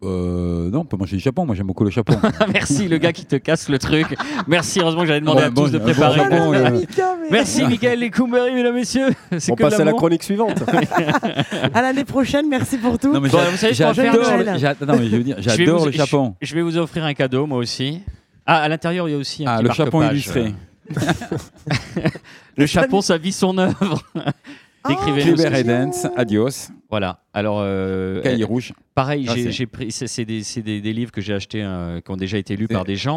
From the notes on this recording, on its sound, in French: Enregistrée au restaurant le Rocher de la Vierge à Toulouse.